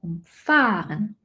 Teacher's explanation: Wenn ich jemanden umfahre, ist die Betonung auf der ersten Silbe.